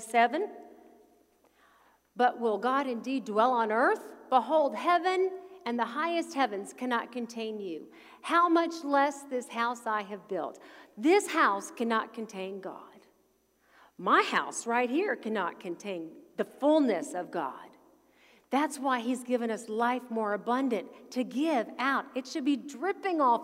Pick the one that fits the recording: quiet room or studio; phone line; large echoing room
large echoing room